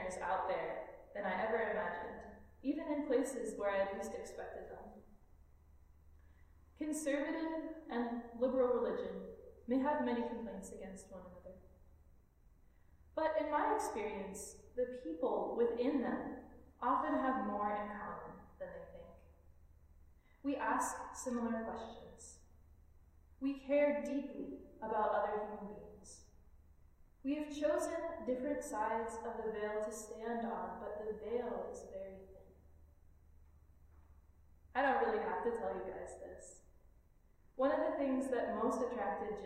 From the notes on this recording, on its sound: This Minisode is a recorded sermon delivered at All Souls Community Church of West Michigan, a Unitarian Universalist congregation in Grand Rapids. If this recording is too quiet, we are sorry!